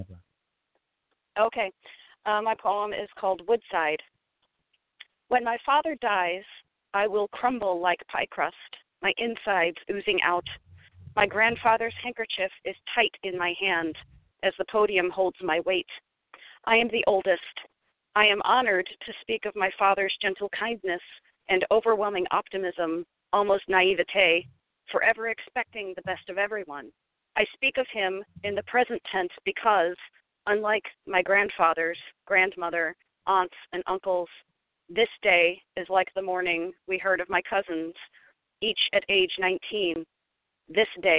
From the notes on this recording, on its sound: Poets who called in from Sault Ste. Marie, Canada, Austin, Texas, San Francisco, California, Covington, Louisiana, Birmingham, Alabama, and Fargo, North Dakota.